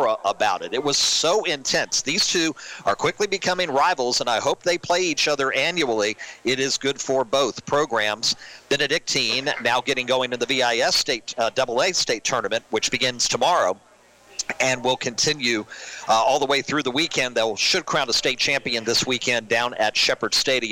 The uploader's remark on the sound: Recorded live at Sports Page Grille Ashland, as heard live on 102.9 The Mater.